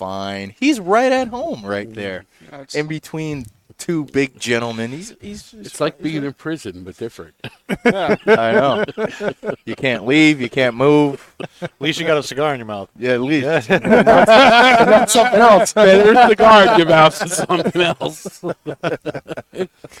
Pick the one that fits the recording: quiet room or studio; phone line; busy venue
busy venue